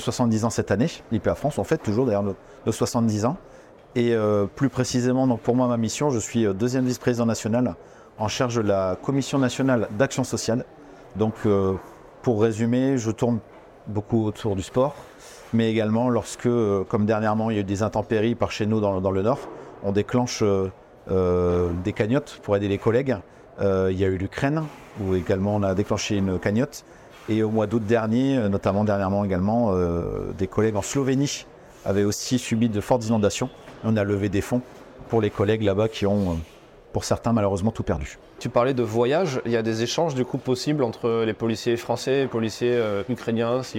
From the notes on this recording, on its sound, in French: Cette semaine, nous vous proposons un épisode enregistré sur le salon Milipol à Paris.